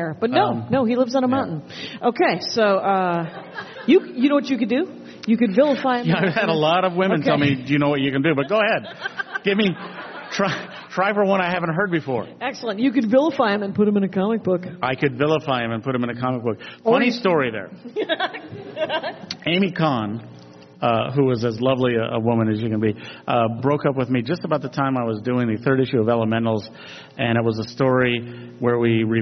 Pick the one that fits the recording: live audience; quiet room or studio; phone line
live audience